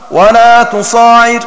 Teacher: وقرأ نافع وحمزة والكسائي وأبو عمرو ولا تصاعر بالمد أي بإثبات ألف بعد الصاد وتخفيف العين